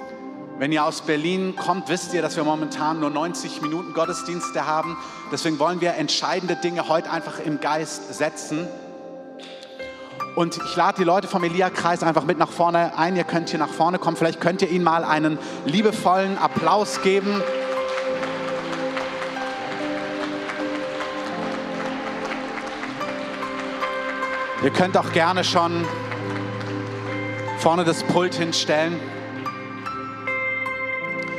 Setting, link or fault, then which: setting, live audience